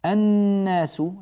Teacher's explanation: هذه النون المشددة حكمها إظهار الغنة